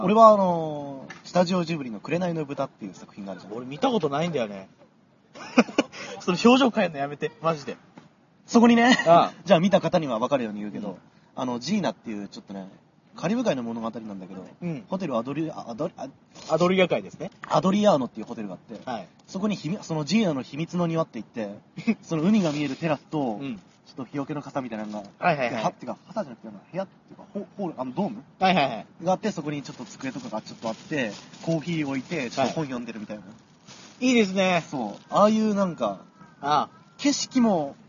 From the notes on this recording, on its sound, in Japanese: なお、今回、収録現場に強風が吹き荒れていたため、風の音が入っていることがあります。